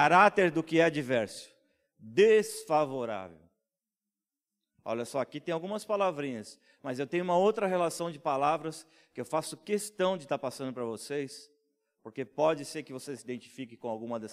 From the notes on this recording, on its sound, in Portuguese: em nosso Culto Terça Vida, dia 26/05/2020 na Igreja ABA Blumenau (Transmitido ao vivo)